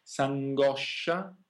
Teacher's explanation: Sì, s'angoscia, qui abbiamo, sarebbe si angoscia, e abbiamo l'apostrofo, la I non viene pronunciata, non viene neanche scritta, c'è solo l'apostrofo. Qui è da notare sh, che è sempre una consonante doppia, sempre abbastanza forte in italiano.